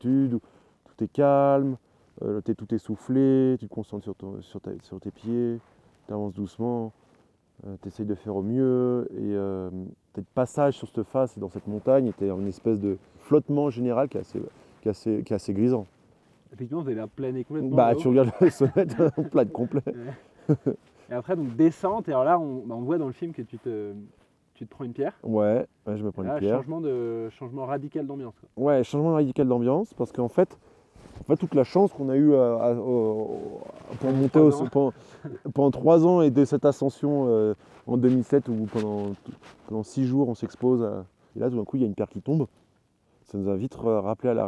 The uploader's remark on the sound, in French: Lors d'un bivouac perché sous le sommet de l'aiguille du Moine.